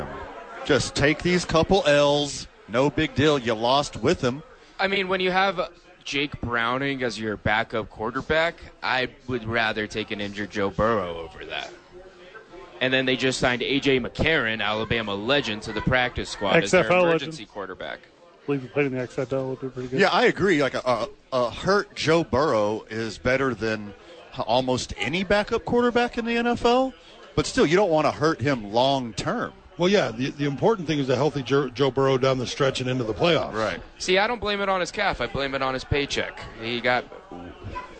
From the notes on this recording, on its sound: live from Howies